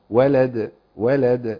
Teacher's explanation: ولد دي لازم نقلقل وبراحة خالص · Term: القلقلة